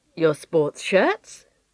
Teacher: She repeats what he says while she thinks about it. Notice how her voice rises.